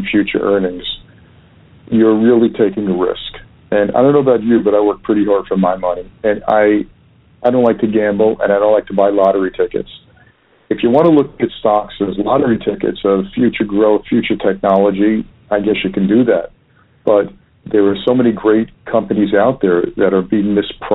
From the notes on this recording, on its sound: Phone Interview